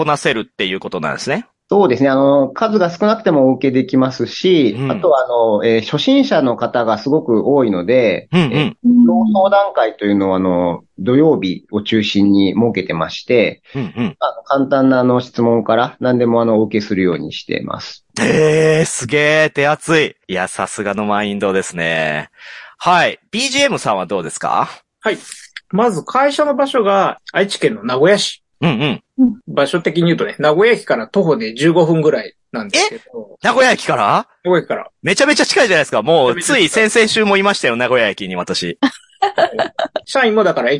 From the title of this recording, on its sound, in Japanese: 第472夜オンライン収録